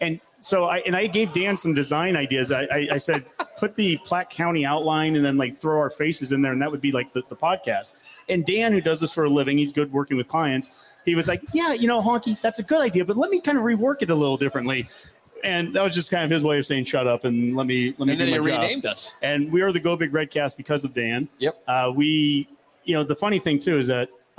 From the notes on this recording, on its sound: REDCAST LIVE! From the Hail Varsity Club. Had a blast going live in front of a studio audience at the Hail Varsity Club in La Vista, NE.